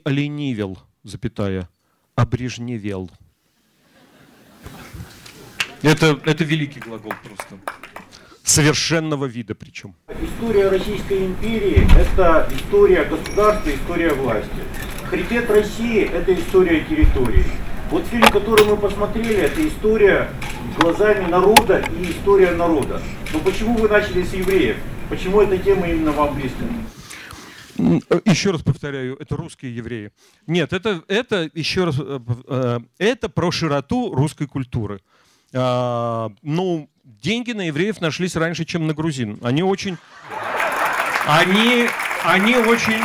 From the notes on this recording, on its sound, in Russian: со зрителями в Екатеринбурге